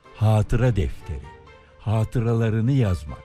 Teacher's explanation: Ama hiçbir kullanılışında ikinci A uzamaz. Hatıra defteri, hatıralarını yazmak.